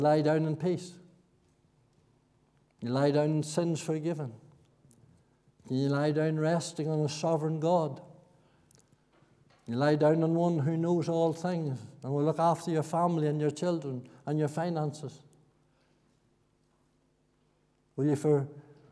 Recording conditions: large echoing room